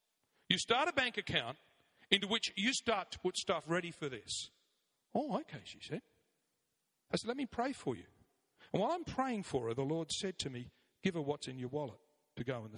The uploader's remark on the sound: 9am Service, Arena Church, Ilkeston